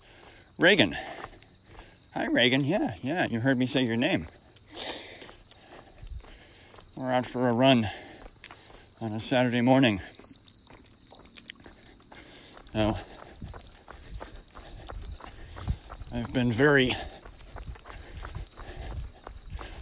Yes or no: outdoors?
yes